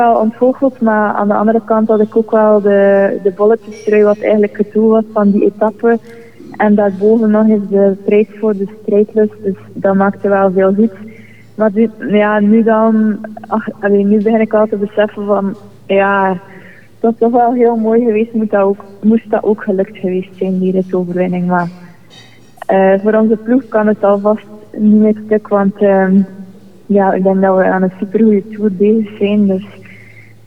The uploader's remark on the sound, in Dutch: Live vanuit een vol Café Coureur in Borgloon!